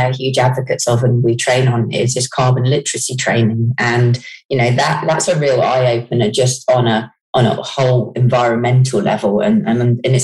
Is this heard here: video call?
yes